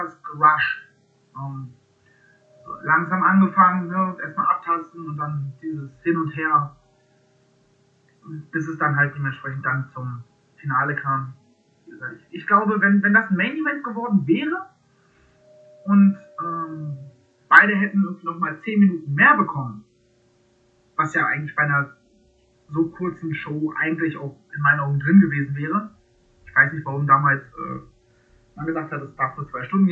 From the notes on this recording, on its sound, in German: Sorry für die wacke Soundqualität.